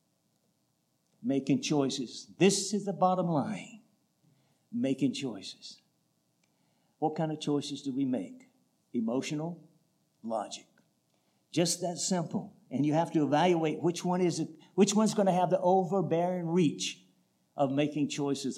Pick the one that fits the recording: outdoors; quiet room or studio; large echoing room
large echoing room